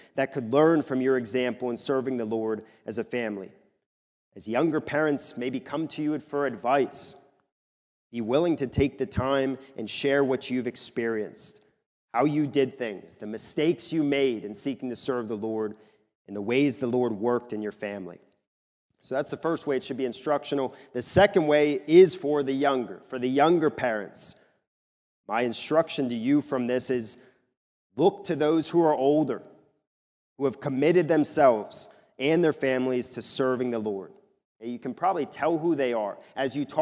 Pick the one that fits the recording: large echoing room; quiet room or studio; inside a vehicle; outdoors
large echoing room